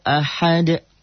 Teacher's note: Qol-qolah kubro. Kenapa kubro? Karena hurufnya hidup dimatikan.